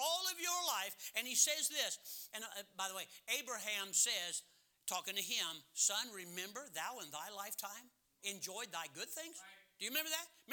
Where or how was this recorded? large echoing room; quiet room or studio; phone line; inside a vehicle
large echoing room